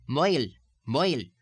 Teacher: the diphthong I, which in most all forms of Irish speech rounds curiously into the sound oi, oi, oi. So, mile will become moil, moil.